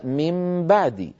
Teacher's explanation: والنون مقلوبة عند الباء في قوله تعالى من بعدي